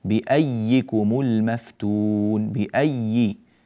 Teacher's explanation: فالنطق بياء مشددة هي الياء الثانية، والياء الأولى أدغمت في الثانية، فهنا ياء زائدة في الكتابة.